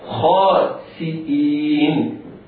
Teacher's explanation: الخاء حرف استعلاء مفتوح بعده ألف فهو في المرتبة الأولى من مراتب التفخيم، والألف تابعة للخاء تفخيما.